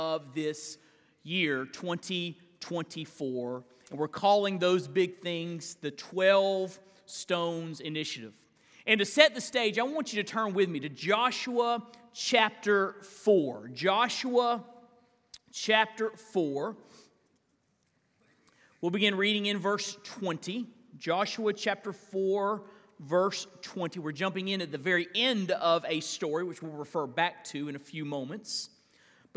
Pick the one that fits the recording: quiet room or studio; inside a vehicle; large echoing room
large echoing room